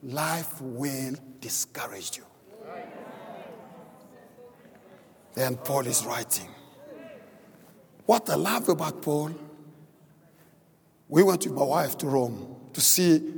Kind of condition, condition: setting, large echoing room